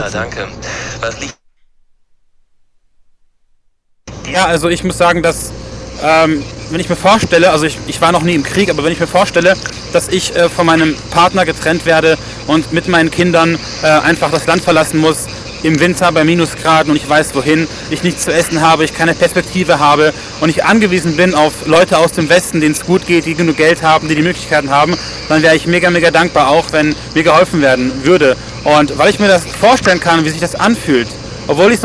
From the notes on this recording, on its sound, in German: 2000km am Steuer. Berichten live von der Fahrt.